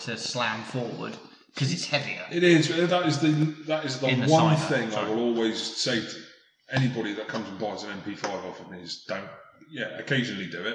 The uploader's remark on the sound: As the podcast moves to a new home, our inexperience with audio equipment follows us. What we learnt this week boils down to - don't leave your phone anywhere near the mics.